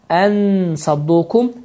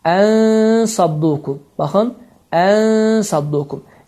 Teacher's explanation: ixfanın tətbiqi zamanı dilin ucu yuxarı kəsici dişlərə tərəf yaxınlaşır, yalnız dəymir · Shown in: second take · çünki dəyəndə bu səs çıxır, ən-sadduqun və bu da düzgün sayılmır.